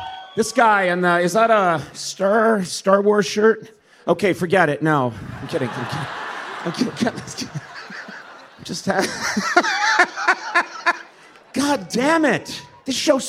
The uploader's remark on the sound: Live at the Brooklyn Academy of Music. Answer live audience questions.